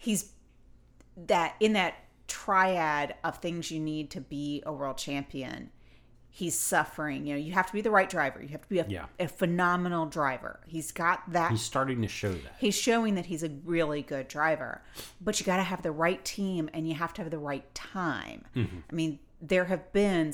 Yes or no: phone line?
no